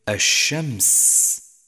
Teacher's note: حرف التفشي هو الشين فقط، ووصفت بالتفشي لانتشار صوتها في الفم حتى يتصل بمخرج الظاء، كما تجد ذلك عند لفظك الشمس، فإن صوت الشين ينتشر في الفم ويتسع حتى يتصل بمخرج غيره من الحروف. فالشين تخرج من وسط اللسان ثم تنتشر مارة على بقية المخارج حتى تتصل بحروف طرف اللسان ومنها الظاء التي تخرج من حافة اللسان من محاذات وسطه، وسبب انتشار الشين هو رخاوتها.